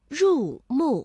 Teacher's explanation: 而两个去声相连，第一个音节变五三，第二个音节保持五一 · 我们会感受到这个入啊并没有从五降到一 · Term: 连接变调